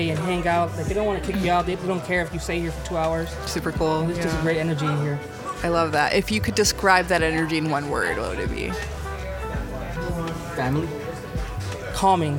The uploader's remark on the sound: Recorded at Oakland Gyros, the East Side eatery that became a regular stop for the duo. While sitting in a window booth.